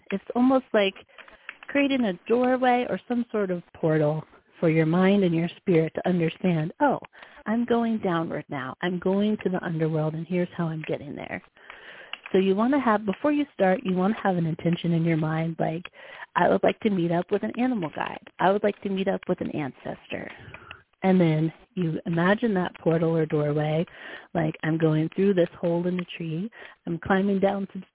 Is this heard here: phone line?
yes